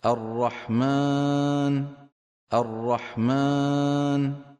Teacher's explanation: عم يضغط على أنفه فعم يطلع صوت الألف مخلوط بغنة